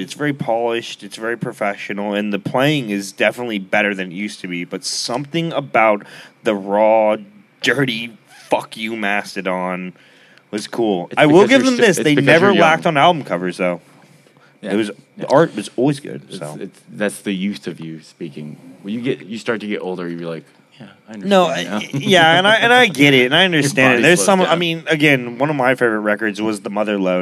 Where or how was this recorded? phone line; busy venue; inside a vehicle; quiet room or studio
busy venue